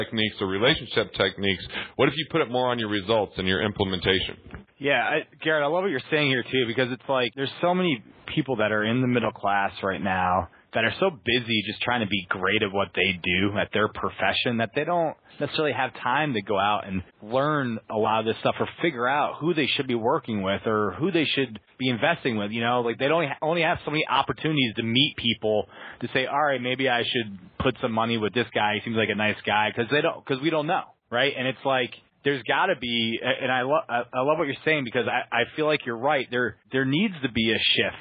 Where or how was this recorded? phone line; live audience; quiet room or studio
phone line